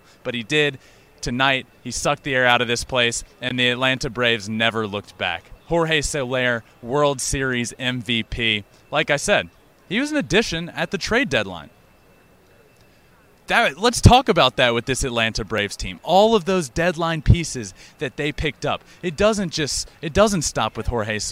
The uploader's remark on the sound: LIVE from Minute Maid Park after Game 6.